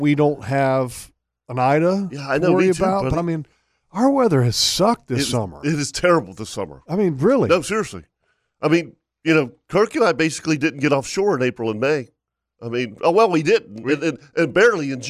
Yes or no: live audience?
no